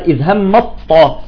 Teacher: مباشرة من الميم قفزنا إلى الطاء